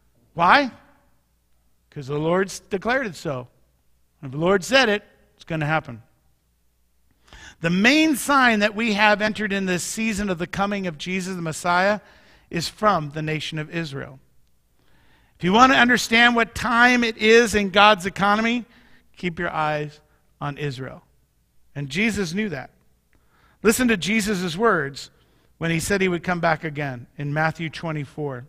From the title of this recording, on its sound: Mt. Zion Church Live!